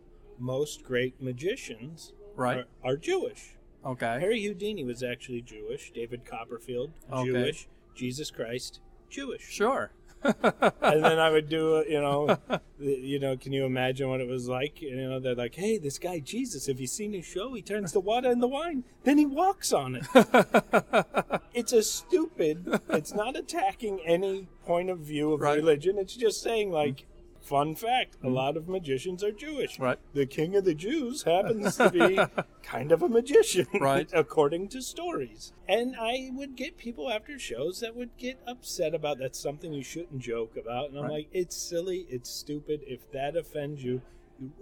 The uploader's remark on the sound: recorded at the smoke shop in Akron